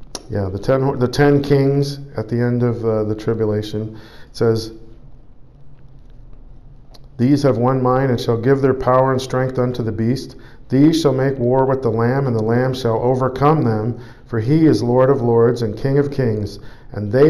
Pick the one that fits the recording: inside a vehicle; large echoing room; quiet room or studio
large echoing room